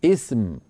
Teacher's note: أصل هذه الكلمة أيها الإخوة هي كلمة اسم، كلمة اسم يعني سين ساكنة وبعدها ميم وقبلها همزة الوصل مكسورة